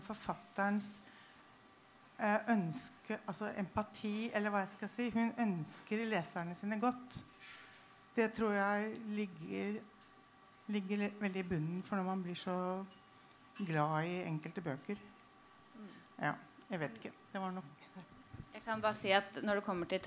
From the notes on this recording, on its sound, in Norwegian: Noe lav lyd.